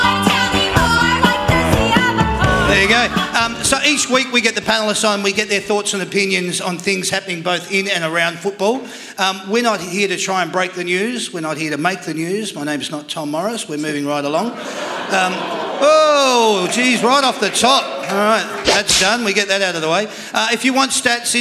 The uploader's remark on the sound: That's Good for Footy panel show LIVE from the Mulgrave Country Club